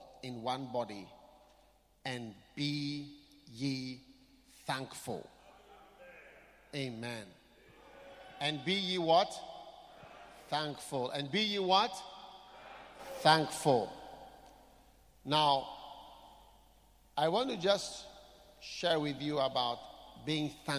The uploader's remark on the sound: Preached at The Qodesh.